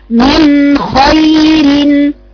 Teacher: بيني يا بنتي مخرج النون ورجعي بلسانك عشان تجيبي مخرج الخاء